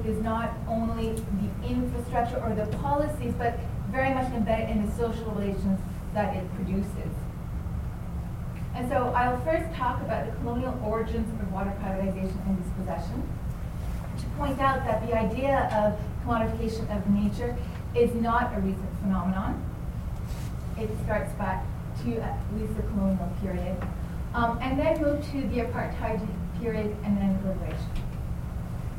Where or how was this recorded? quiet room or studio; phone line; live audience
live audience